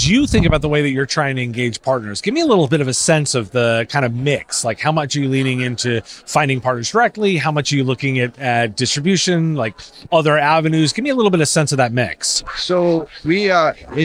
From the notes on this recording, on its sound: Recorded at IT Nation Connect 2023.